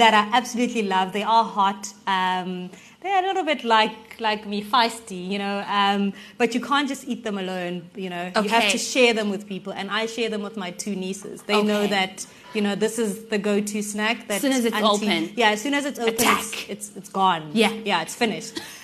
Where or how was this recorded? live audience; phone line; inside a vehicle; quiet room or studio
live audience